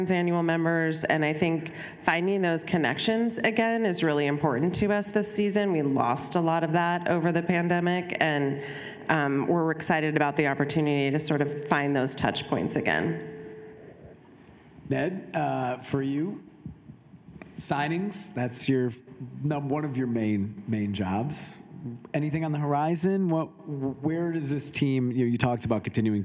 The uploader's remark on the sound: This episode was recorded in front of a live audience of Sport Oregon members at Wieden + Kennedy as part of a Sport Oregon Chalk Talk.